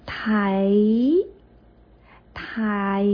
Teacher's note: 其实它发完之后 t i 之后呢还有一个一的音在后面结束啊